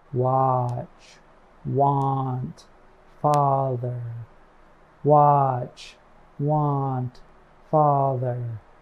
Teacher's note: To make the ah sound, your lips should be apart, as if you are sleepy or just waking up. Your lips should not be rounded. · IPA: /ɑ/